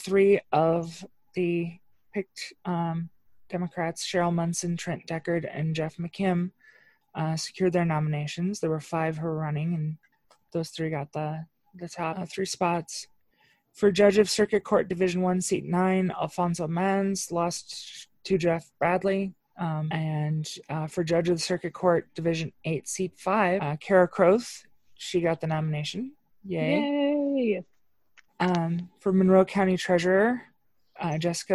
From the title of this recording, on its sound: another zoom edition